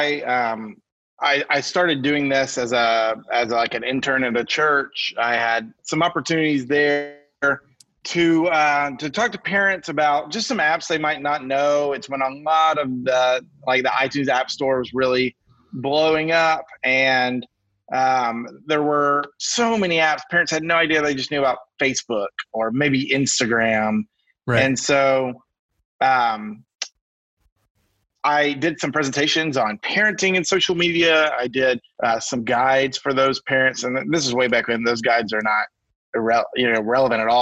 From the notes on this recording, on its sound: via Zoom